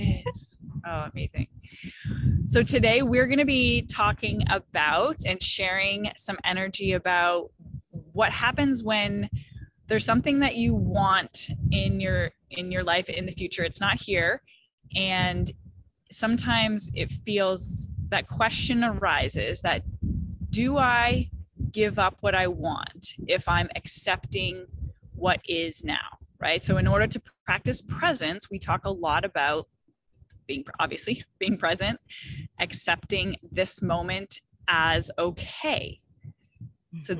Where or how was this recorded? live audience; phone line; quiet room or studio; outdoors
outdoors